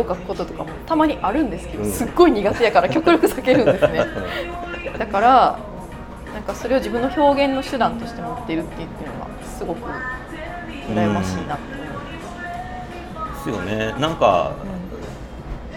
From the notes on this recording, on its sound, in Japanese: 直後に立ち寄った食堂で収録